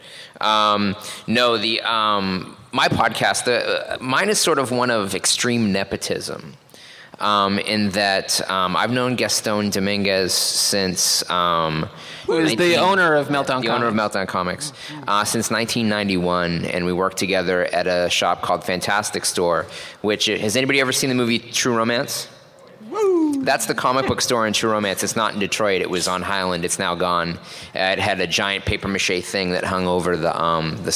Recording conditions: busy venue